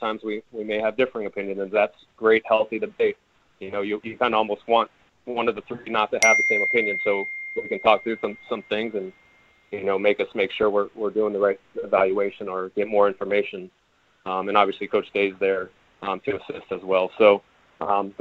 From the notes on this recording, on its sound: held a conference call with reporters